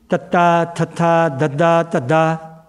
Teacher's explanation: ਜੀਭ ਦੰਦਾਂ ਨੂੰ ਲੱਗਦੀ ਹੈ, ਇੱਥੇ ਆਵਾਜ਼ ਹੈ, ਦੰਦਾਂ 'ਤੇ ਜੀਭ ਟੱਚ ਹੁੰਦੀ ਹੈ, ਉੱਥੇ ਇੱਥੇ ਉਹਨਾਂ ਦੀ ਆਵਾਜ਼ ਹੈ।